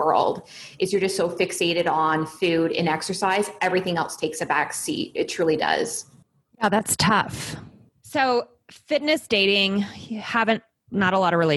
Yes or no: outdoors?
no